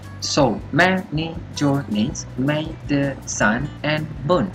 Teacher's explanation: diawali dengan unstress, stress, unstress, stress, unstress, stress. Ada lima unstress dan lima stress.